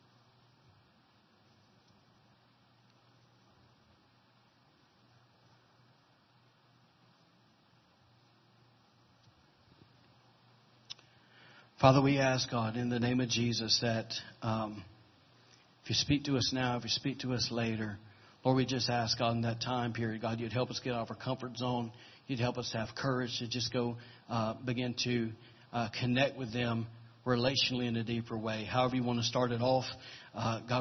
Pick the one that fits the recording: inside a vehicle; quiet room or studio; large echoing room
large echoing room